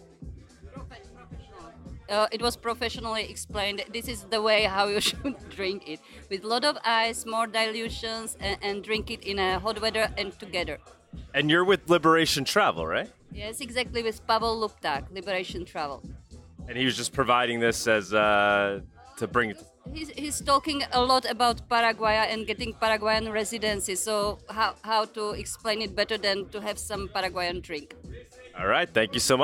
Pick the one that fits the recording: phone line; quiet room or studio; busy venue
busy venue